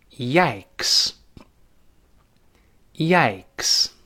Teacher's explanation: 上来先有一个 ye 这个声音，就在音标里面像字母 J 一样这个 ye，然后跟 I 连读，后面有 k 和 s